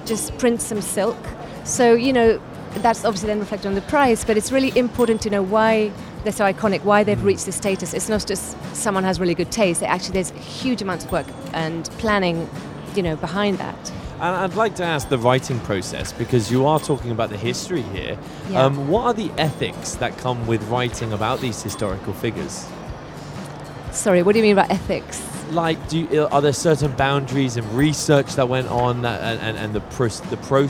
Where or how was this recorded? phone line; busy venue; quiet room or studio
busy venue